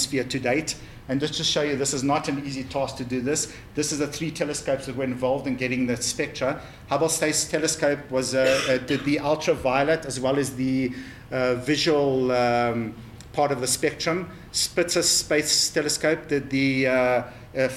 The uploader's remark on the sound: In this episode we feature the first of the public lectures I recorded at ScopeX.